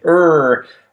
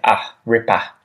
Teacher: unlike Americans who say er, we just say ah